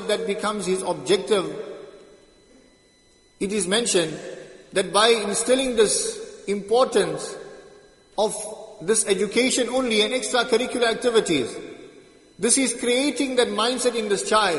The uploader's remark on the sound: Jumuah lecture at Masjid ut Taqwa 13 Jan 2023